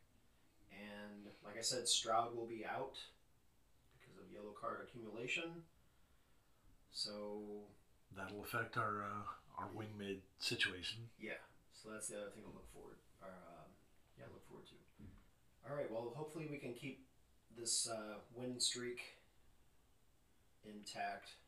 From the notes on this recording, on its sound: A technical issue resulted in softer-than-normal audio